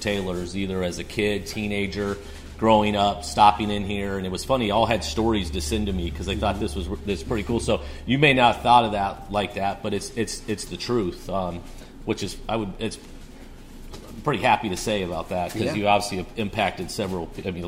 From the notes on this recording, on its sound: Is live on location at Taylor's Wine Shop in N. Raleigh.